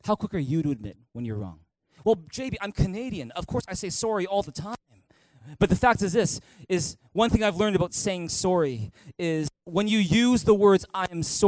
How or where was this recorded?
large echoing room